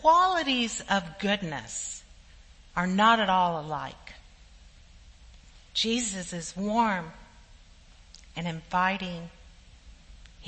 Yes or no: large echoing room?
yes